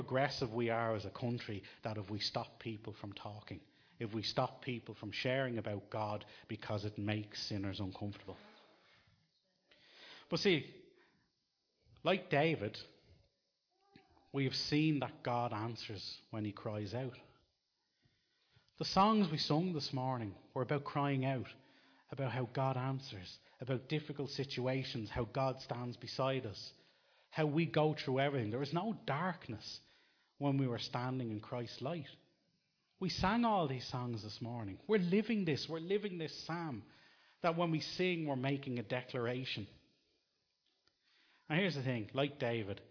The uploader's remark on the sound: Recorded live in Liberty Church in 2019